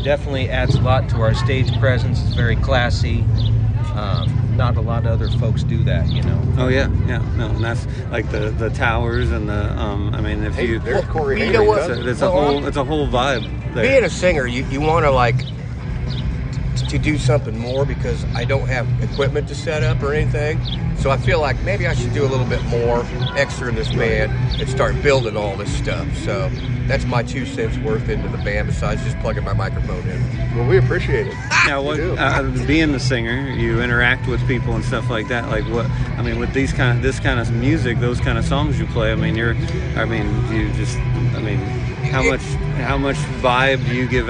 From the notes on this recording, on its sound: Live at the Gem City Concert Series.